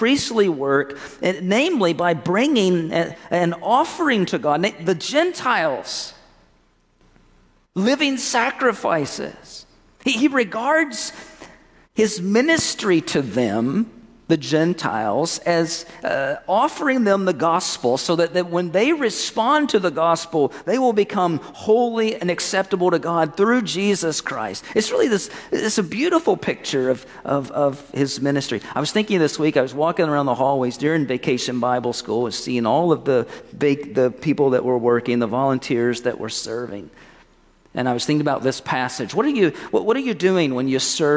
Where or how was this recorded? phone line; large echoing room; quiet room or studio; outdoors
large echoing room